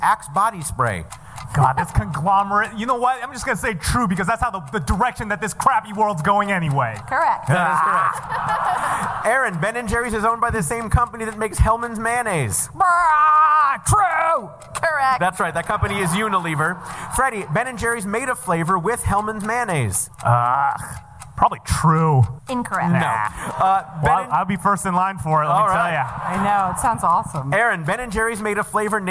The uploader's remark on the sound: Recorded earlier this year in front of a live audience at the Angel City Brewery! The show was recorded from the Angel City Brewery in downtown Los Angeles, by our live sound engineer.